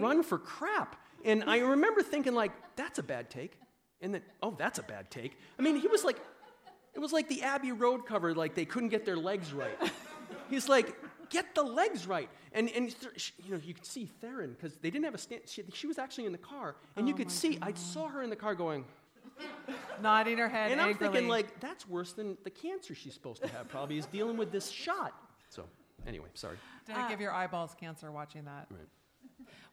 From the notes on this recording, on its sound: For the Betabrand podcast theater, recorded with a live studio audience at the apparel company's San Francisco headquarters on October 17, 2019.